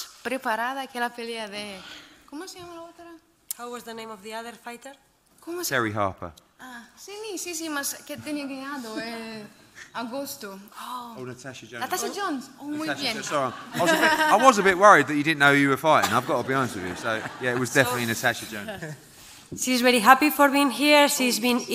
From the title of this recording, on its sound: Press Conference